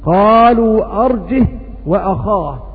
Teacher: وقرأ عاصم وحمزة بسكون الهاء بغير همز